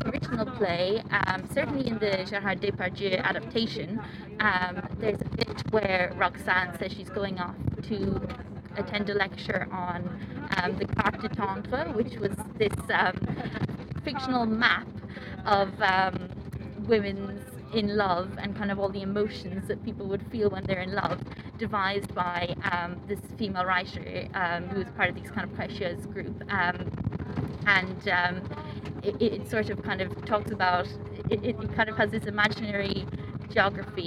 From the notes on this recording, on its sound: On location in London. It was recorded on board the Oxford Tube coach to capture the immediacy of response - we trust occasional sound distortion and background noise will not detract. Variation in sound quality comes from recording in public spaces or in transit.